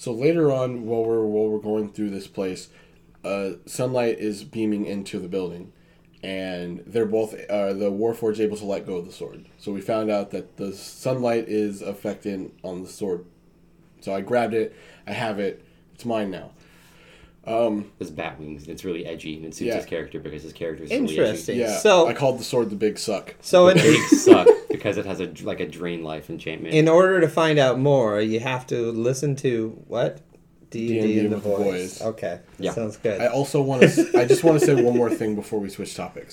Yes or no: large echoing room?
no